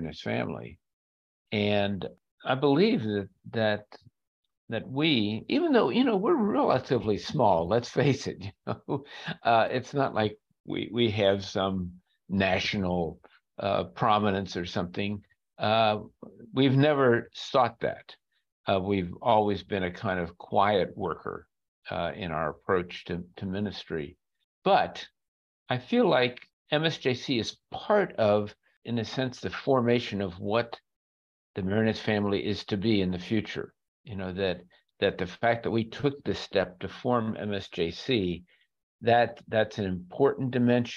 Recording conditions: video call